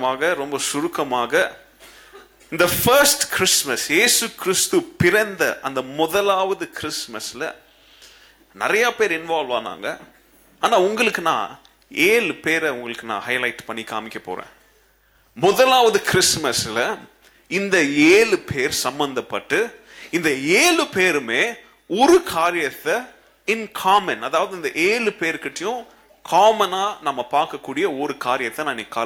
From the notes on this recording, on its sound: Christmas Service 2017. Preached at the old sanctuary of Agape Bible Church.